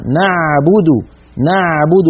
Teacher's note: لابد أن نبينها نعبد نعبد من وسط الحلق